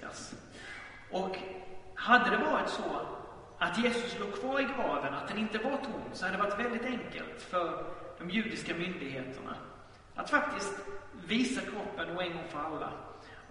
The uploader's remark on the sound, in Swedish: Inspelad i Baptistkyrkan Tabernaklet i Göteborg.